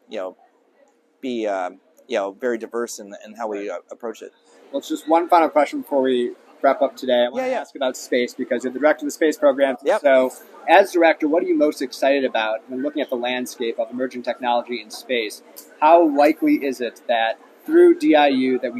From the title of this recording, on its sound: Live from RNDF22